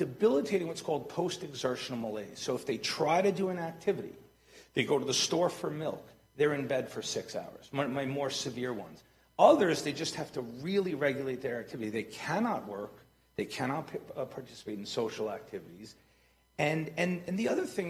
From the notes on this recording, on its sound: a live event at Hillsdale College in Washington D.C.